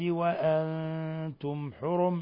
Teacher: نون ساكنة جاء بعدها التاء حكم التجويد إخفاء حقيقي